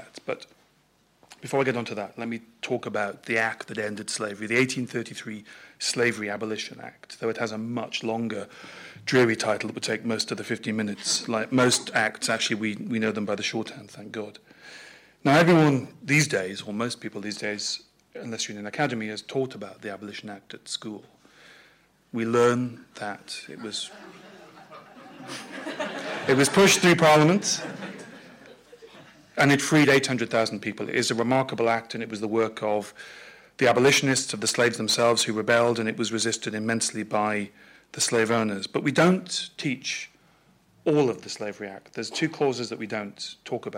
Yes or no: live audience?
yes